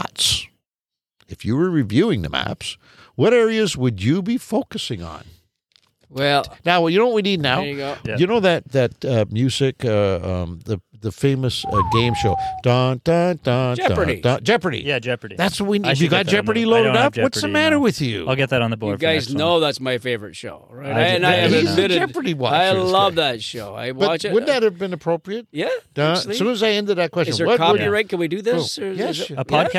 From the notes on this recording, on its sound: LIVE from The Sportsman's Inn. LIVE from a balcony of the Sportsman's Inn in Killarney, Ontario!